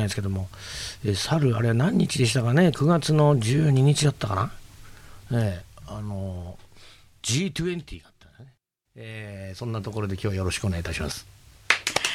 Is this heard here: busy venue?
no